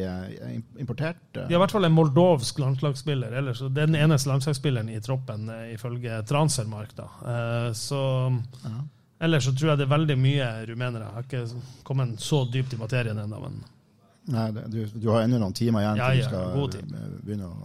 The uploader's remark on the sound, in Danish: Live fra Sportsbaren. I Studio Glimts Livepod på Sportsbaren onsdag kveld.